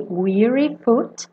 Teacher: Essa pronúncia é de I, weary, não é do verbo to wear que é aberta